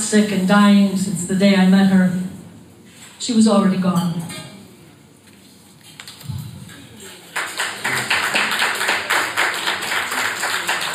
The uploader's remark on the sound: Second Sundays at Ana Bandeira. Ana Bandeira is a lovely cafe/confectionary/coffee house, as as such, this recording naturally has all the sounds one would expect in a bustling cafe!